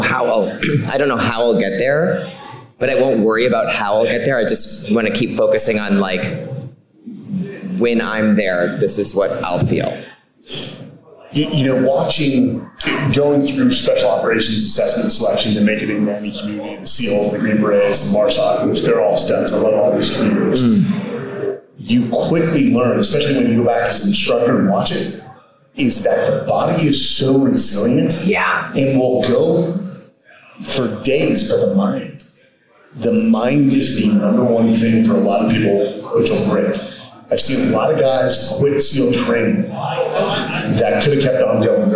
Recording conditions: live audience